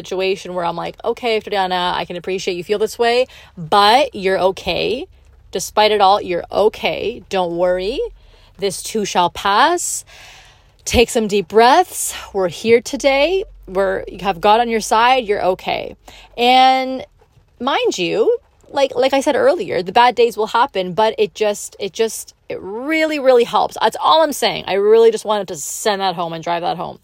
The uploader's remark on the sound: I come to you from my car during my lunch break